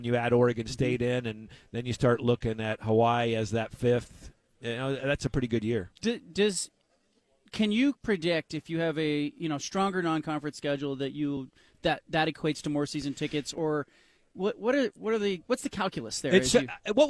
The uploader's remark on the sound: from Pac-12 Media Day in Las Vegas